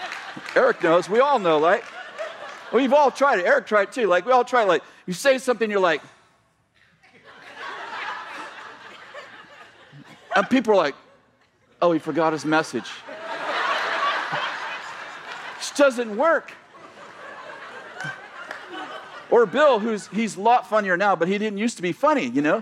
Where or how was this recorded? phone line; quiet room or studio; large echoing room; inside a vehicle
large echoing room